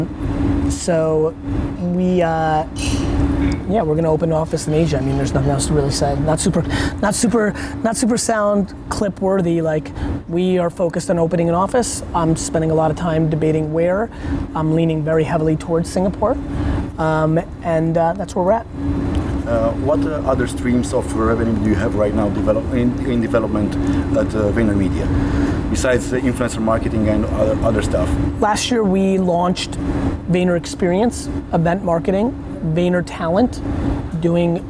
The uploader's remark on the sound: An Interview During Brand Minds Asia 2017